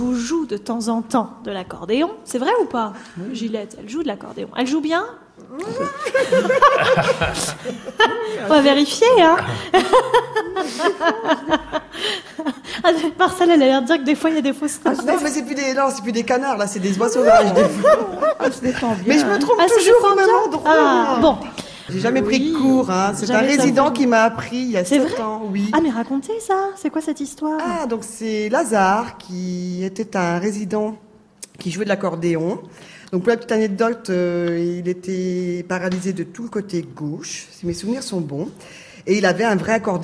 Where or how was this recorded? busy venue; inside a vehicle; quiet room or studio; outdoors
busy venue